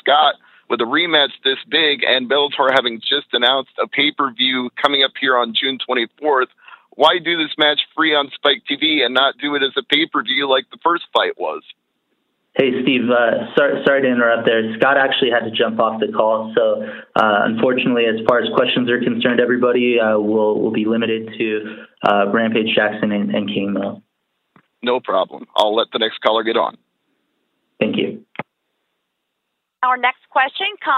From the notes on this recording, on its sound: The audio from the Bellator 175 call